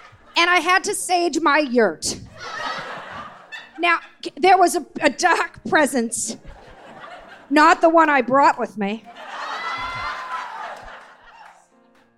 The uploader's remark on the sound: LIVE at the Bell House in Brooklyn